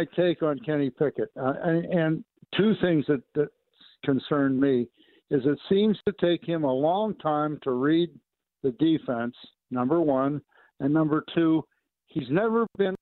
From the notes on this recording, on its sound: We open the phone lines to listeners.